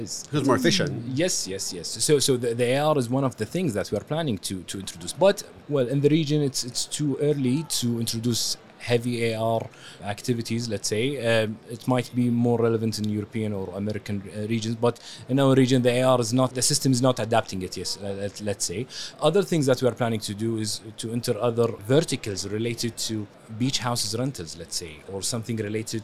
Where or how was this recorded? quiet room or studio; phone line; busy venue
busy venue